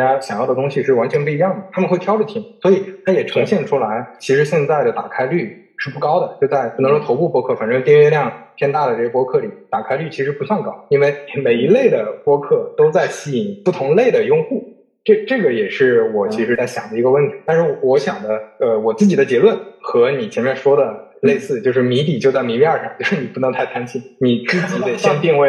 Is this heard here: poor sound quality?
yes